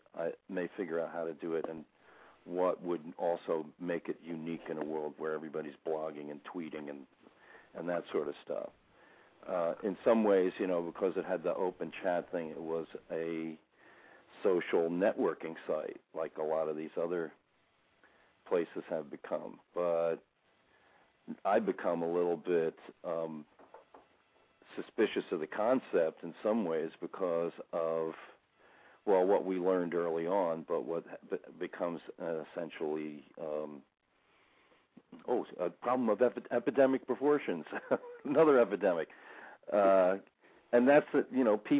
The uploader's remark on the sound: taking calls from listeners